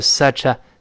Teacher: Such 和 a 连在一块儿